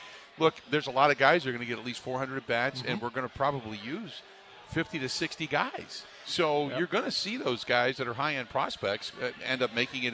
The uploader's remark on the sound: spends the first hour live from Steny's